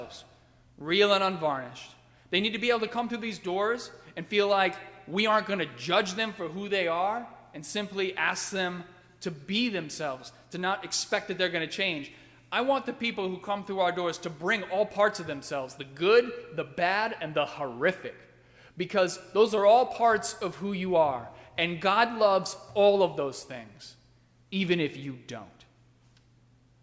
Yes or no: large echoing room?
yes